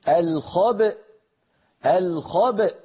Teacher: لأن في أصل الكلمة همزة متحركة في الوصل، لما وقفنا عليها سكنت الهمزة فلا بد من نطقها، فنقول الخبأ الخبأ، هنا نخرج الباء المقلقلة بالتباعد بين طرفي عضو نطق بين الشفتين يعني، ونجعل الوترين الصوتيين في الحنجرة ينضمان ويصطدما حتى تخرج الهمزة الساكنة